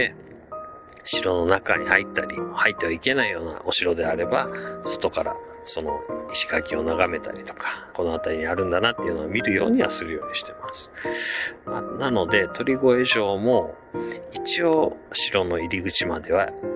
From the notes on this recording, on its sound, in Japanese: おっさん一人語り。四国旅の途中で立ち寄った道の駅にて収録。